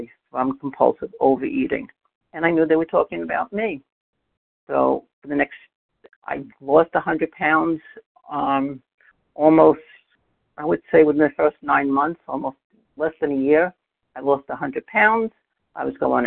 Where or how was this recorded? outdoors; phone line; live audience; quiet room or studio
phone line